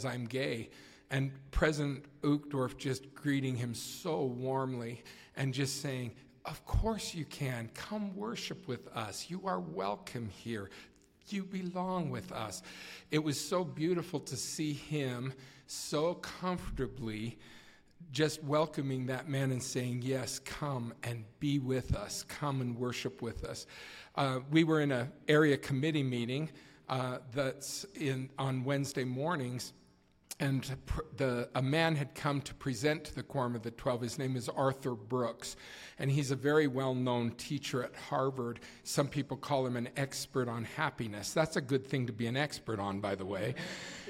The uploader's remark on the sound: At the Together in Christ YSA Conference in Salt Lake City. This episode was filmed in front of a live audience and the video can be seen on You Tube.